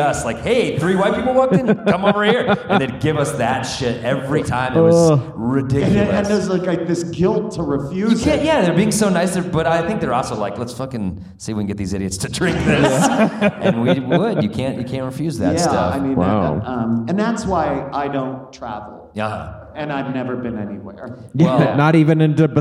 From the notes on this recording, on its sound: Live at TACAW. Live podcast episode! So, we decided to try "living off the land" in front of a live audience.